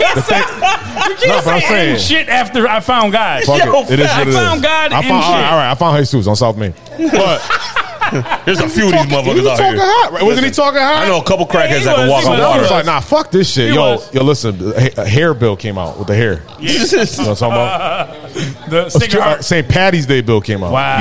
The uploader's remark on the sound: The bunch recorded with their 1st live audience. Talked with the audience.